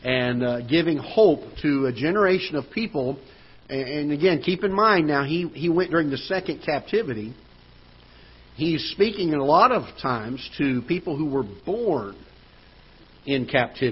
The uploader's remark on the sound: Ketha Heights Baptist Church ~ Live Broadcast